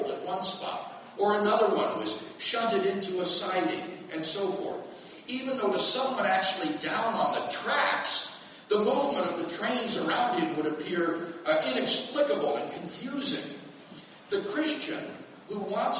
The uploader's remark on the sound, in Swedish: Inspelad i Betlehemskyrkan, Stockholm 2012-04-22.